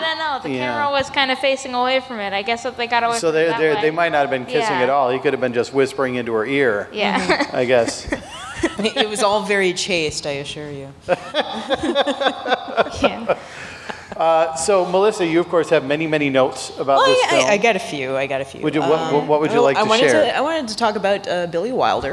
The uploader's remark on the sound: Our recording at Pepito’s.